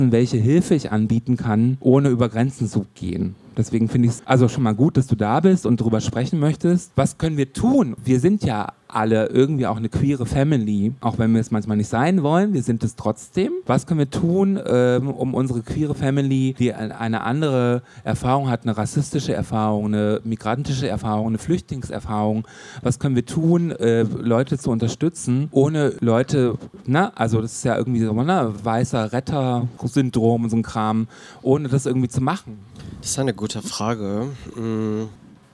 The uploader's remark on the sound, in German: Live aus der Pepsi Boston Bar im SchwuZ